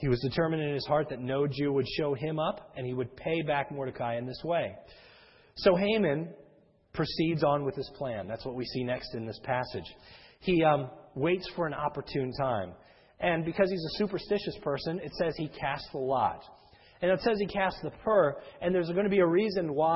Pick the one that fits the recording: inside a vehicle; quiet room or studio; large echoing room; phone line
large echoing room